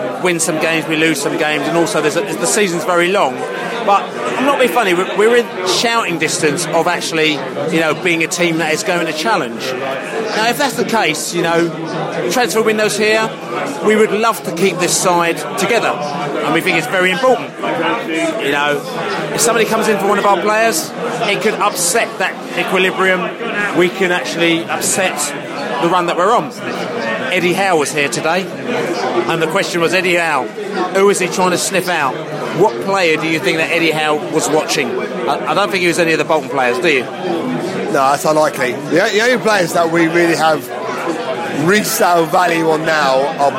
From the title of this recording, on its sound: post-match podcast from the pub